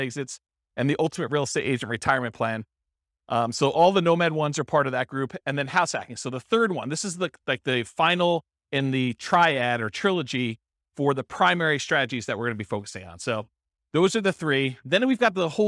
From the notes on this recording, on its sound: This was a live class recorded